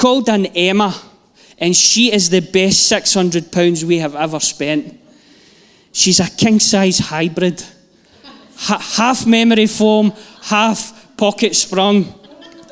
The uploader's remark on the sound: Live from our Sunday gathering 18/09/22